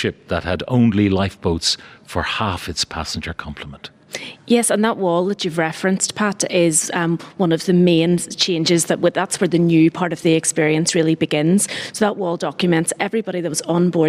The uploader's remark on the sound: broadcast live from Titanic Belfast